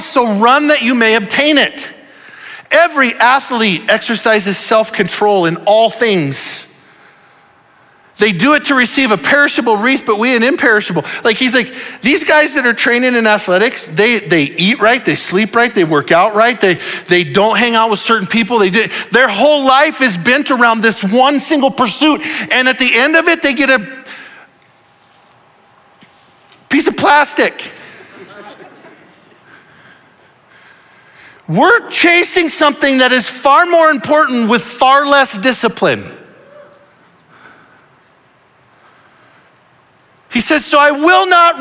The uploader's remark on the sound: Audio file of the Sunday Morning Sermon.